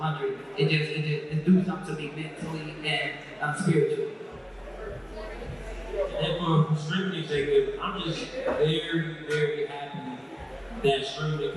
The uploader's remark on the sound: The conversation continues live at Indie Fest in Atlanta Ga. Take their final live audience questions at Indie Fest.